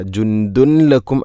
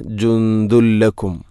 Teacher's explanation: ഇദ്ഗാം ബിലാ ഗുന്ന, തൻവീനിനെ ലാമിലേക്ക് കൂട്ടിലയിപ്പിക്കണം. അപ്പോൾ നൂനിൻ്റെ ശബ്ദം കേൾക്കൂല. · Shown in: second take · ജുന്ദുൻ എന്ന ശബ്ദമില്ല.